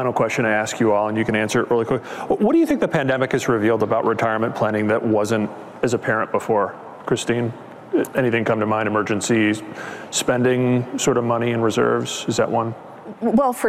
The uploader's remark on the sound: Which we recorded live at the annual Morningstar Investment Conference held recently in Chicago, Illinois. In this panel discussion, recorded before a live audience.